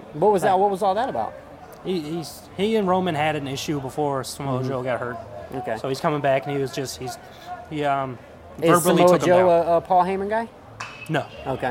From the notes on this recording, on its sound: we are broadcasting live from Joe Riley park